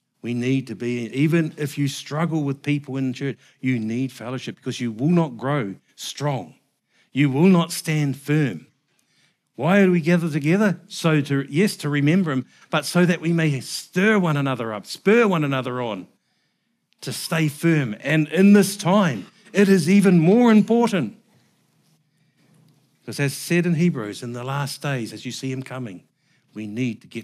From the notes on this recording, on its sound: Recorded at the Hukanui Bible Church morning service on Sunday the 16th of July 2023 during the 10:00 am service.